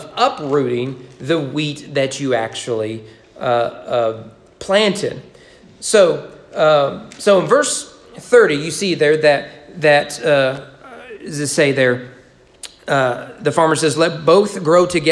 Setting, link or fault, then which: setting, large echoing room